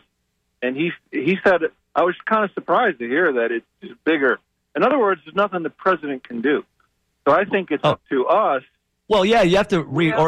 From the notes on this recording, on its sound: Show features expert advice and informative discussions with callers.